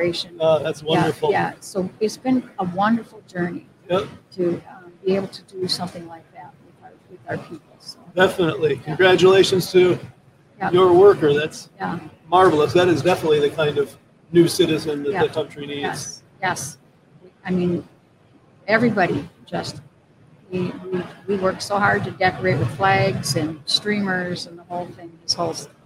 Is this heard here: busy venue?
yes